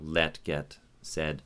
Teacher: in central Canada where I live, the e sound of, you know, let, get, said, continues to get more and more open